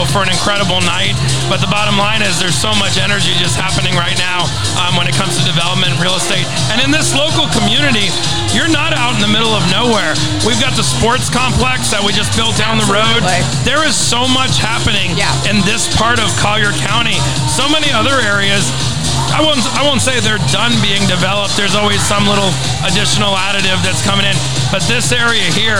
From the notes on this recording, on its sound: Recorded live from the balcony from this amazing event